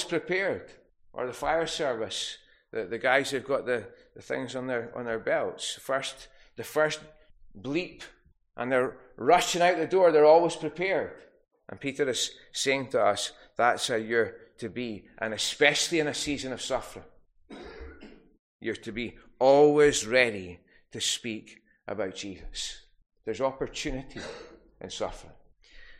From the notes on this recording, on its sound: Recorded at North Harris Free Church on the morning of Sunday.